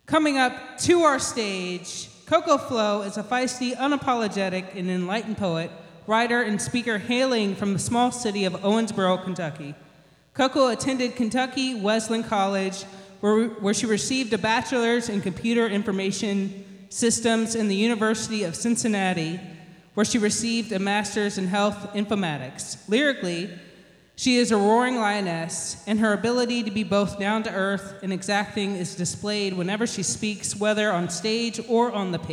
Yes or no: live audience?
yes